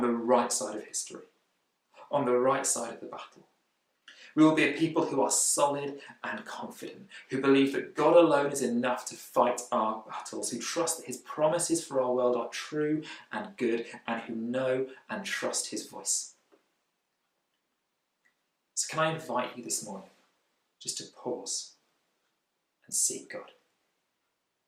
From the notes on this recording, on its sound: Recorded at freedomcentre church, Preston on Sunday 21st June 2020.